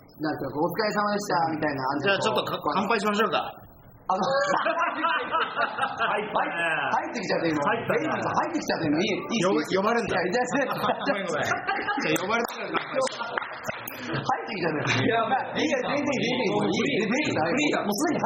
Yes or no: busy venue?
yes